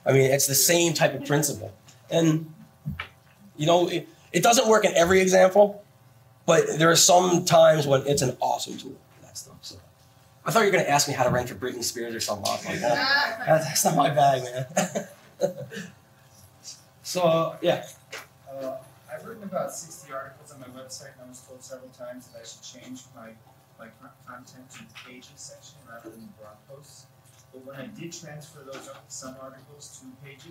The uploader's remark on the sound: WordCamp Los Angeles 2011. Sorry, the audio isn't perfect! WordPress WordCamp's can get a bit noisy.